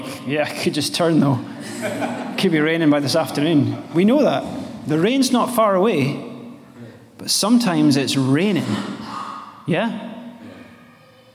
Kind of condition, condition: setting, live audience